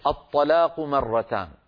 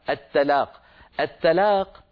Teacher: الطاء مفخمة، لو رققناها تصير التاء، التلاق، التلاق صارت من التلاقي، والطلاق صارت من التطليق، اختلف المعنى مجرد تفخيم وترقيق.